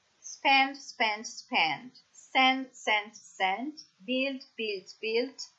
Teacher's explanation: Quelli che abbiamo la D, quindi l'occlusiva sonora che diventa un'occlusiva sorda, T. Spend, spend, spend.